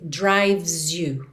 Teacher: o E de drives também não é pronunciado, você vai do V direto pro S